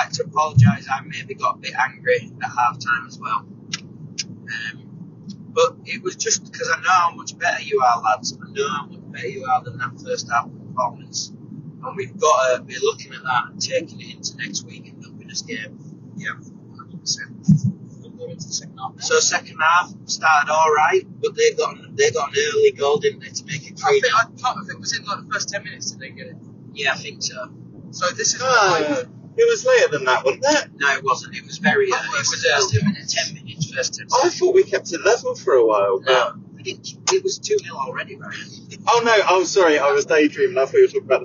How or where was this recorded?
inside a vehicle